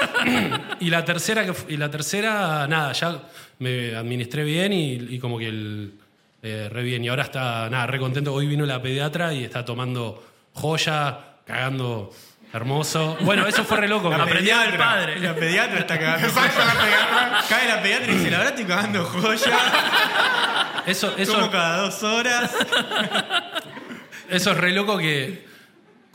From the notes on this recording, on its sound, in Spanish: Estamos EN VIVO en el TEATRO CHACAREREAN